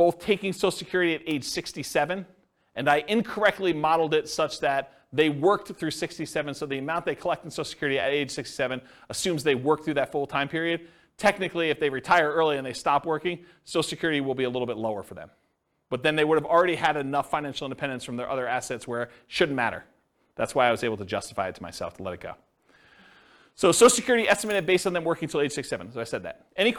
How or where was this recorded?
live audience